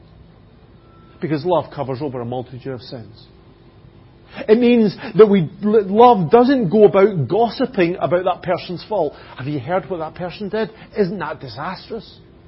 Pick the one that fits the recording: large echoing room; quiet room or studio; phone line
large echoing room